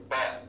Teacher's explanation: تخرج من الشفتين بانطباق تكة زي الباء بالضبط كده